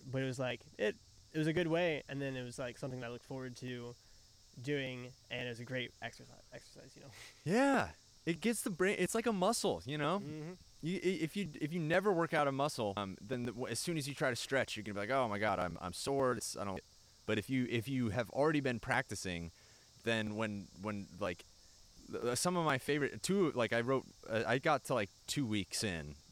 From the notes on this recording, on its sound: recorded one in the backyard